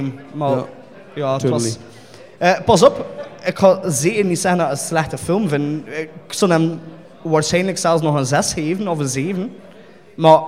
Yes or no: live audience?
yes